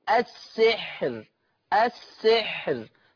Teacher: أما وقفا فهي مرققة للجميع، لجميع القراء